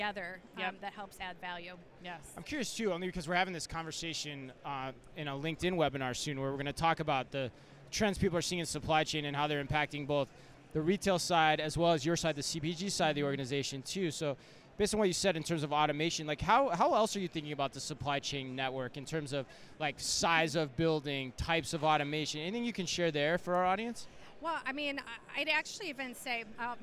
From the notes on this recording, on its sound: Live From Manifest 2024. LIVE FROM Manifest: The Future of Supply Chain & Logistics 2024.